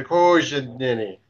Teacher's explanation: the emphasis was on the third syllable